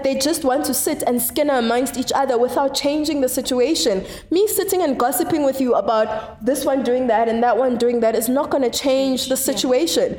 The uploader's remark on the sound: Introducing South Africa’s only podcast recorded at a beauty salon…where real conversations happen over a manicure and pedicure.